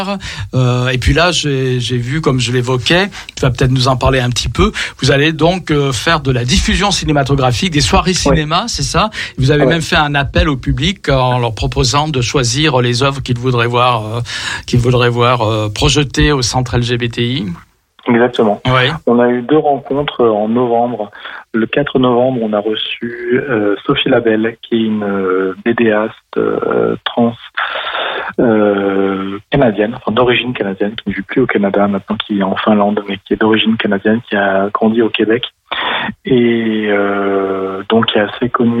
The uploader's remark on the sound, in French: (au téléphone), de la Commission Bibliothèque du Centre LGBTI+ de Lyon.